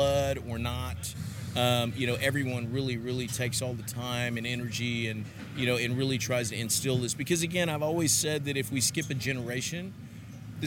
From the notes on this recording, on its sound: In this episode I once again head to the Marriott in downtown Kansas City again for the second Day of the NBBQA Conference. Not only was I able to record a series of killer interviews, but you’ll also find the recording of the Excellence Awards Ceremony where the who’s-who of BBQ were recognised for all their hard work.